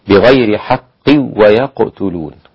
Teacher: فإن خلف يسقط الغنة ويكون إدغام بدون غنة